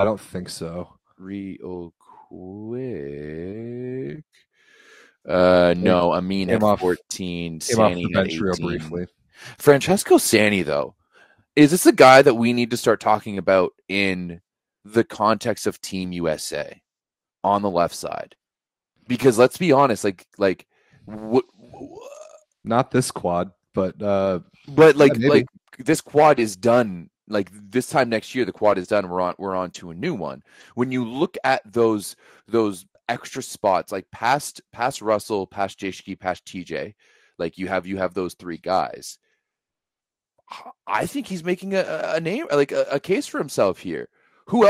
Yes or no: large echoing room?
no